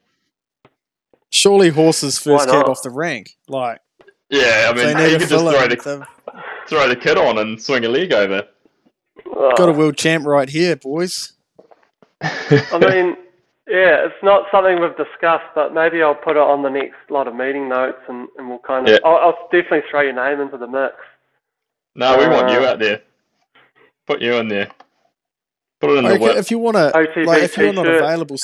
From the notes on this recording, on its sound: We've just changed to a new recording platform and have some audio kinks to work out